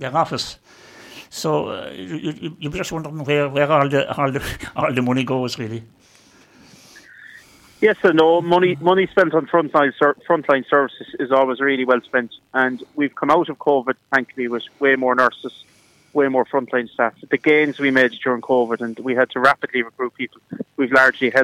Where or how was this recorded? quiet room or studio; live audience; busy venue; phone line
phone line